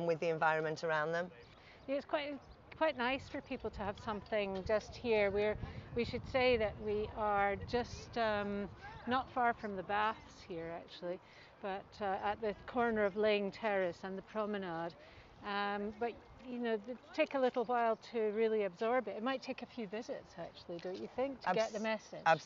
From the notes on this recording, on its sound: We met her on Portobello Prom where there is a photography exhibition staged. It is called Human Nature and shows a range of work taking you on a photo journey round the world to see how humans connect with nature.